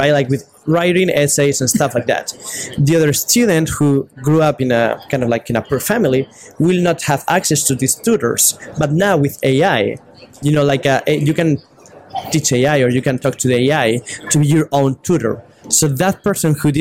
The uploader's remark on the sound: live at the NYSCATE annual conference